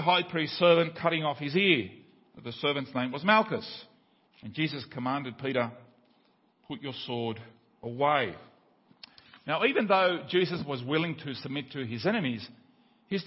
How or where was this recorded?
large echoing room